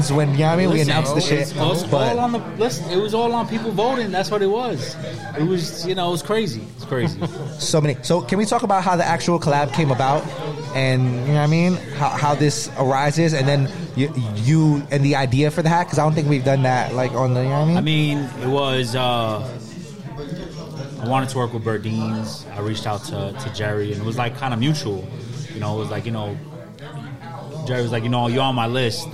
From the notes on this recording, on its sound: Live At Burdeens. A live adventure straight from Burdeens Chicago.